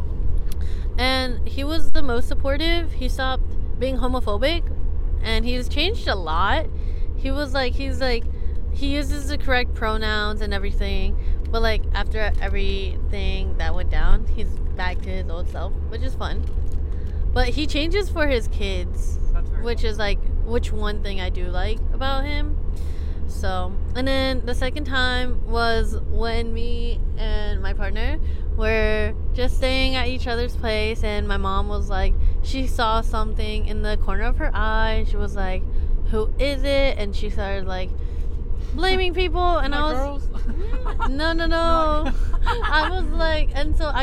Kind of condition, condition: setting, inside a vehicle